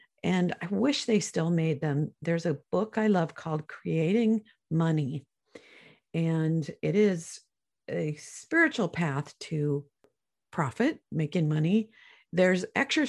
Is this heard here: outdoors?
no